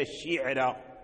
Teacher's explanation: رواية ورش، كذلك الشعر، الشعر الشين مكسور العين ساكن الراء مفتوحة فمرققة في ورش عند ورش